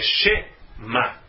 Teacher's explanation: Logo no primeiro versículo, Shema Israel, não é Shema. Esse Shevá é falado, ele tem som de E, então é Shema, sem não forçando demais nele, mas só estou forçando para perceber que ele existe, então é Shema.